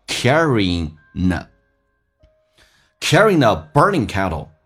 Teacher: Carrying 跟 a 可以有连音，以 ing 结尾的 g 可以去掉，前面的 n 跟后面的 a 形成个连音